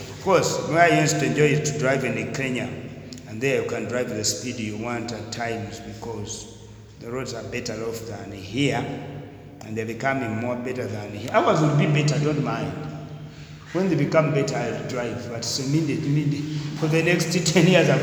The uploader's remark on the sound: Discussed during a lecture